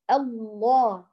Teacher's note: رققنا الهمز ولكن اللامان يفخمان